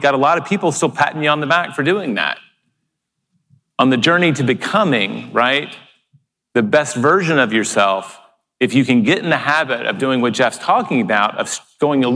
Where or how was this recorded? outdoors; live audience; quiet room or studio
live audience